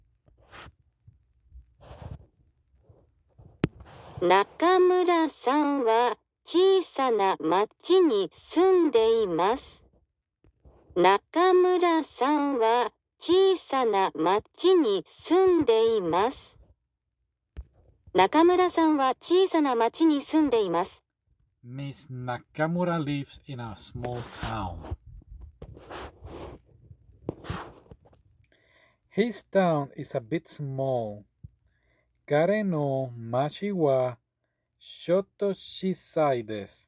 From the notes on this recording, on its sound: I am sorry for the bad audio, this is a video/ podcast.